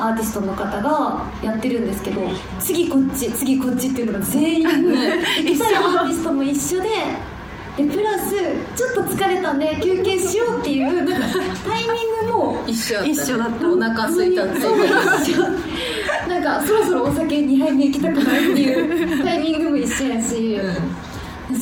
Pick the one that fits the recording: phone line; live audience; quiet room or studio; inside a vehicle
live audience